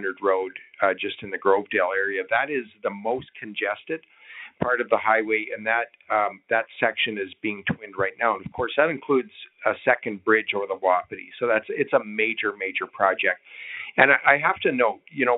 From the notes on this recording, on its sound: Budget 2023 Telephone Town Hall. Held an interactive telephone town hall.